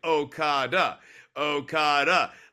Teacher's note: having the emphasis on the last syllable there